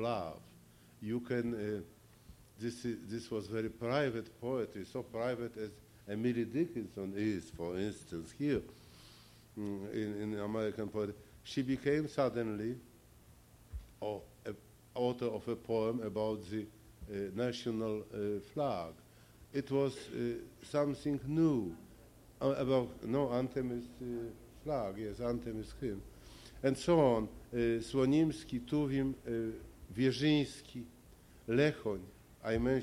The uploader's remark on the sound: Bilingual Reading and Discussion with Polish Poets. Read their poems to the audience.